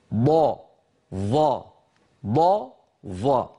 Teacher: والضاد كما أسلفت أيها الإخوة تخرج من حافة اللسان، بينما الضاء تخرج من طرفه الأمامي، فمكان الخروج مختلف بين الضاد والضاء، مكان الخروج مختلف بين الضاد والضاء.